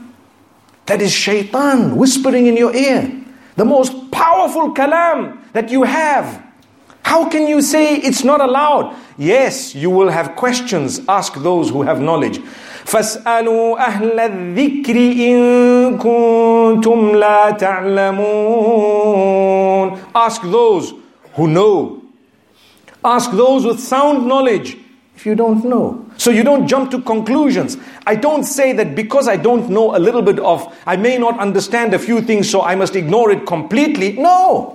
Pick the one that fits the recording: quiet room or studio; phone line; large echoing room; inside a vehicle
large echoing room